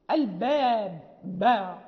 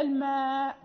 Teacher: فالفاء من باطن الشفة مع أصول الثنايا، والميم والباء والواو يعني بين الشفتين، يعني مخرجهما واحد ولكن تختلف حركة الشفتين تحت، يعني فالمخرج واحد ولكن الصفات يعني تختلف. مثلا فالباء يعني تنطبق الشفتين بشدة، الباب باء يعني تنطبق بشدة، الميم لا تنطبقان بشدة، الماء يعني لا، يعني لا نضغط على الشفتين، الماء يعني تلتقيان ولكن ليس بشدة.